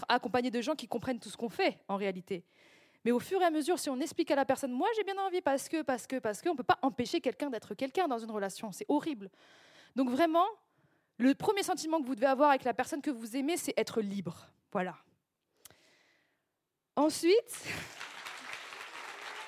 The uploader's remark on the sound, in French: EN LIVE SUR SCÈNE